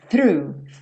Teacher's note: Então, fez o f, você vai puxar a língua para dentro fazendo esse R